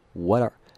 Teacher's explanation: t 会变成闪音那个 d, OK,可以理解为浊化哈